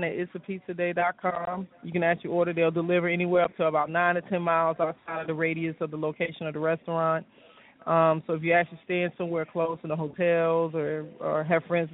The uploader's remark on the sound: Open Mic Mixer at Pizza Day Restaurant Stockbridge, GA. LouddMouth Radio is presenting the Open Mic Mixer with LouddMouth Comedy and a Live Radio Show at Pizza Day at 5248 North Henry Blvd.